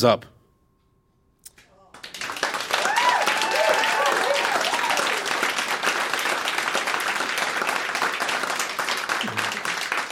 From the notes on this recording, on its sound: Recorded live in Chicago.